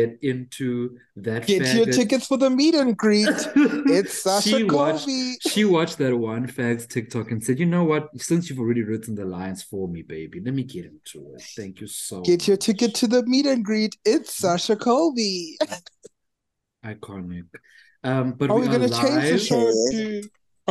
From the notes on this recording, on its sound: Join our three divas as they join the Zoom call one last time